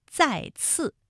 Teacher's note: 比如说再次这两个字呢，都是平舌音，再的声母是滋，次的声母是呲